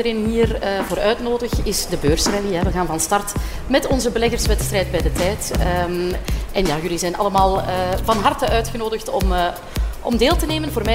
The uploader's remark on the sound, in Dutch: De Beursvoyeurs waren live te bewonderen op Finance Avenue.